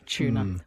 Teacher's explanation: What we do is merge that U with the T and becomes a ch